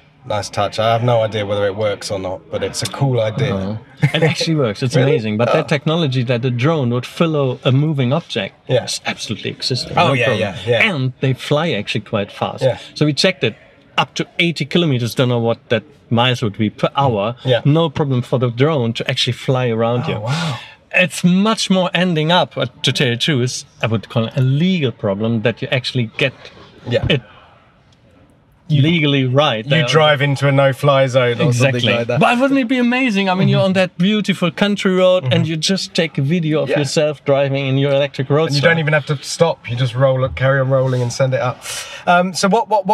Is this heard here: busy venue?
yes